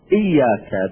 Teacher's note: إياك بالهمزة، لا نقول وياك، بعضهم هكذا يقول، يقول وياك نعبد، لا إياك.